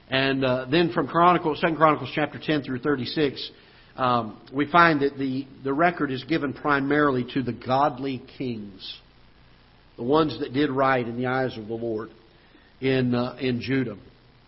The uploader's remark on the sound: Ketha Heights Baptist Church ~ Live Broadcast